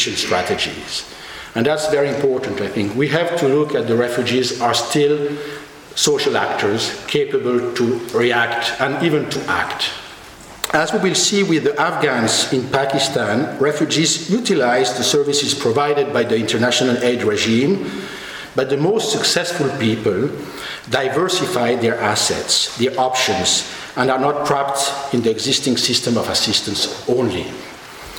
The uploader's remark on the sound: Annual Elizabeth Colson Lecture 2012. Recorded on 6 June 2012 at the University Museum of Natural History, Oxford.